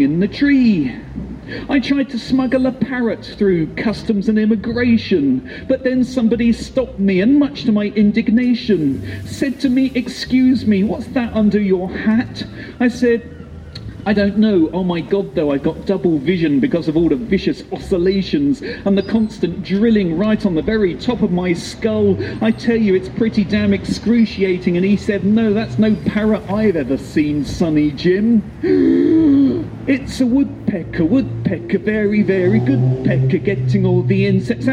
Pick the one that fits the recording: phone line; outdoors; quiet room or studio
outdoors